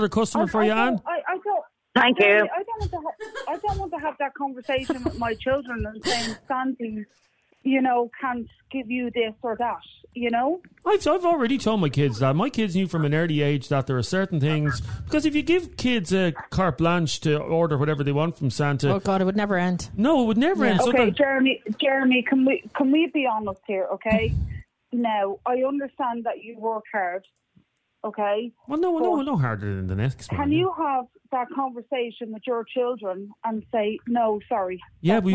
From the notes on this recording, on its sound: A woman phoned